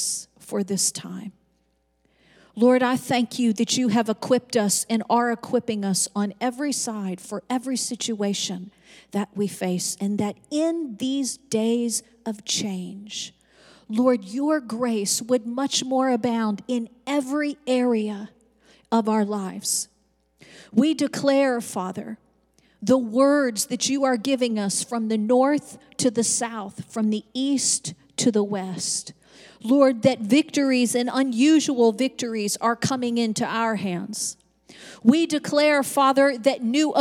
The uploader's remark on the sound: Recorded live on 2/13/22.